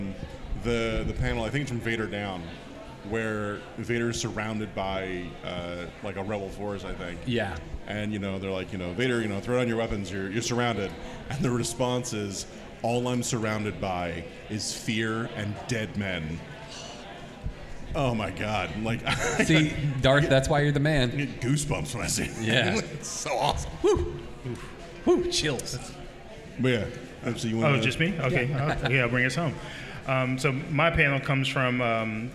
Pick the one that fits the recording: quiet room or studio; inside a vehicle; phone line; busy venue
busy venue